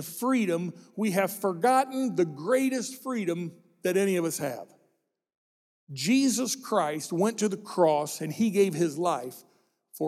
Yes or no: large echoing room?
yes